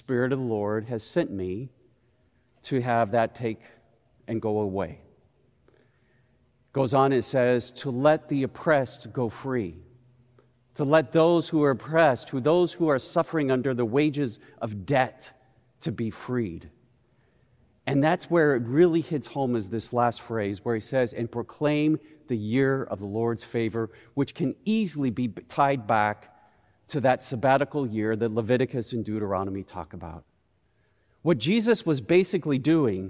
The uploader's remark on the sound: Recorded live at Beatitudes Church in Phoenix, AZ on 02/05/21